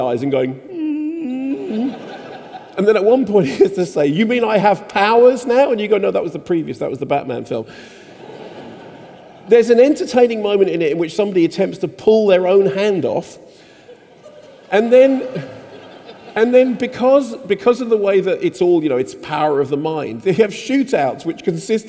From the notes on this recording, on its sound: In this special live version of the show from Union Chapel in Islington